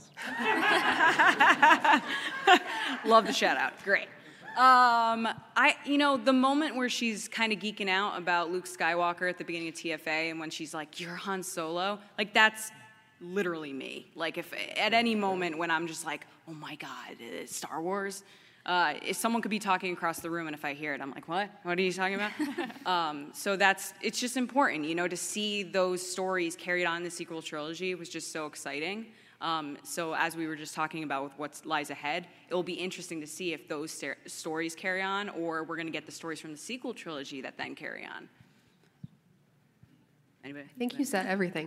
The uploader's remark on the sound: Please enjoy this recorded panel from Star Wars Celebration Anaeheim 2022!